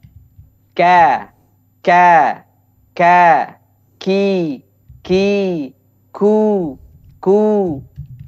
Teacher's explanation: Ada efek di belakang Ya, karena di kaf ini dia memiliki sifat pertama eh, ada syiddahnya, dia kuat. Aliran suaranya terputus. Tapi di kaf itu memiliki aliran udara atau aliran nafas, ya.